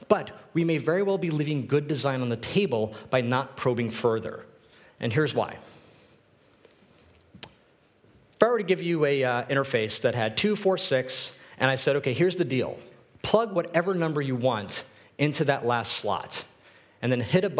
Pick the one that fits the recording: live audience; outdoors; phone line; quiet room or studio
live audience